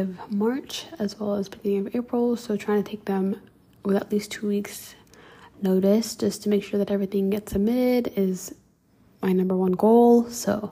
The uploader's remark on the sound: I have been given the worst luck with finding the best mic to record these episodes with, as of now I am back with using my phone to record these episodes and unable to return the broken mic.